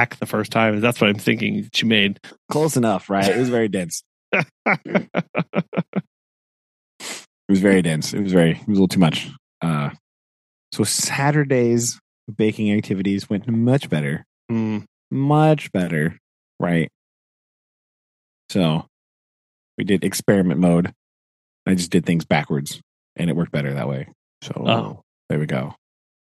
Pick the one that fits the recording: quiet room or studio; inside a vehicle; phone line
inside a vehicle